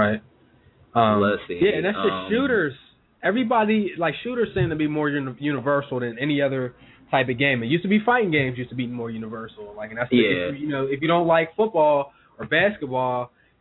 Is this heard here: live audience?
no